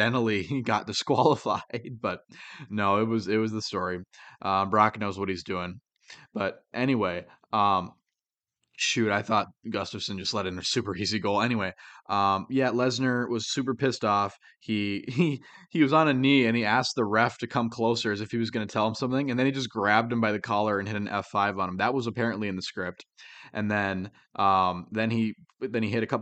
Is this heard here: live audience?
no